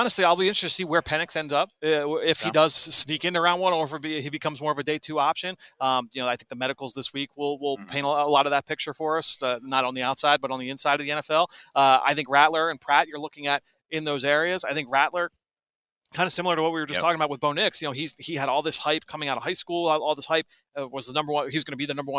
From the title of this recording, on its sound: LIVE from the NFL Combine